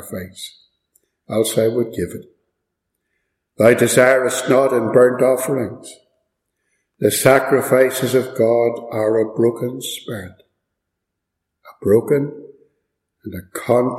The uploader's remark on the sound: Preached and recorded at Ballymacashon.